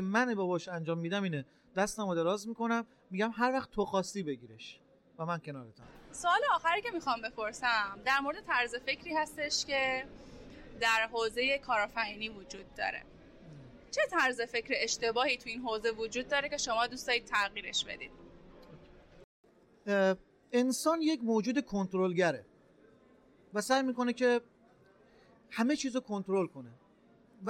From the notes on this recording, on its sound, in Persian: این قسمت در نمایشگاه ETex گیلان ضبط شده.